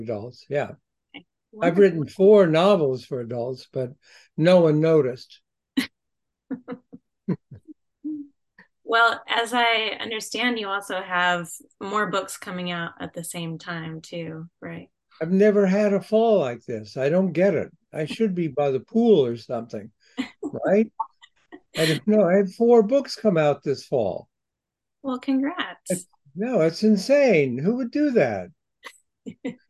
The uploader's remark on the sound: spoke with the award winning author by Zoom